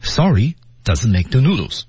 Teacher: 而 sorry 是升调在这个位置啊，升调，注意结尾是降调